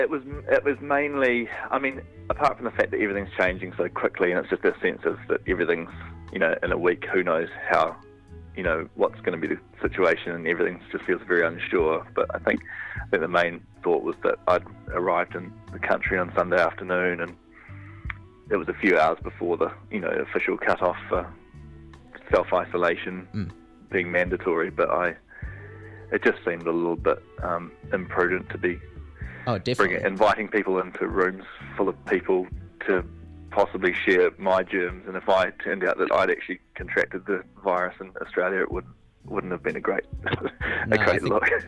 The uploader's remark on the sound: spoke to him on the phone today